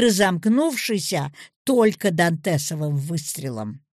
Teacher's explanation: конец фразы «разомкнувшийся только дантесовым выстрелом» выделяется повышением голоса, иначе фраза оборвется раньше времени.